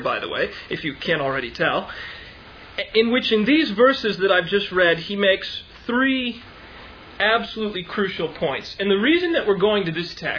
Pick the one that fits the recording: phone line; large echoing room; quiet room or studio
large echoing room